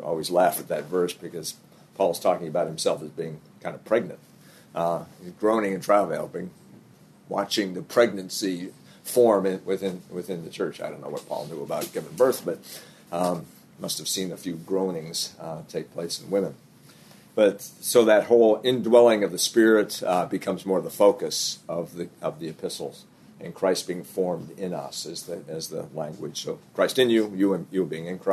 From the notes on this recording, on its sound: This episode is from Global Discipleship Initiative, recorded at the National Disciple Making Forum.